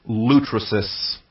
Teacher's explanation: placing the accent on the first syllable